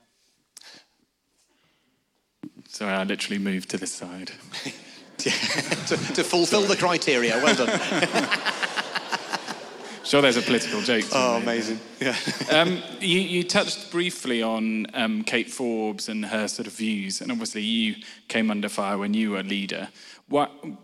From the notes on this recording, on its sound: answered questions from the audience